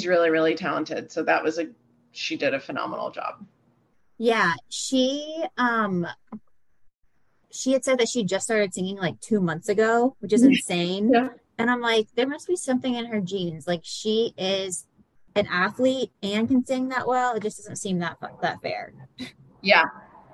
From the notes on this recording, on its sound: The audio is a bit rough in this episode + the zoom robot's voice makes an appearance. Not a lot of time to edit due to work travel!